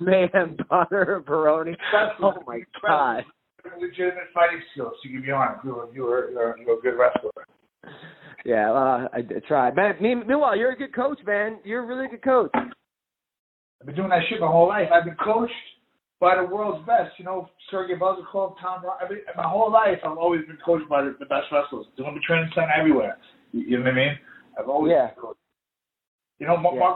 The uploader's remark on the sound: conducts a conference call between two MMA Legends